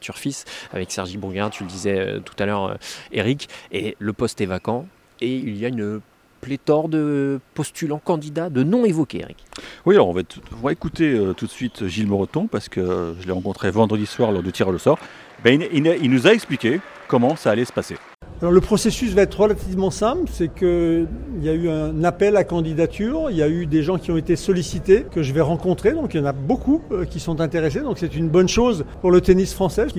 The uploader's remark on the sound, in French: C 'est parti pour le dernier Masters 1000 de l'année à Paris. En direct des tribunes du court central.